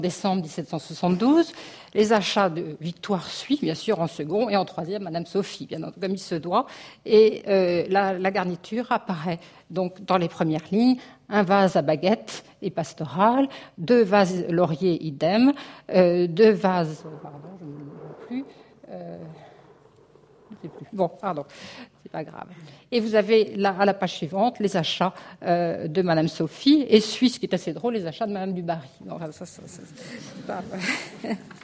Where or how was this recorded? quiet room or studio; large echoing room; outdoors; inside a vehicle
large echoing room